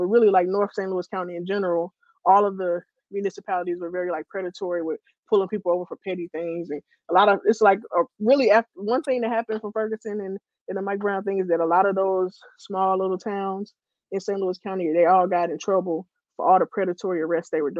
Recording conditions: poor sound quality